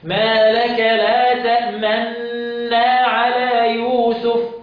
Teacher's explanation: هضغم ادغام كامل ولكن مع ضم الشفتين · Term: الإشمام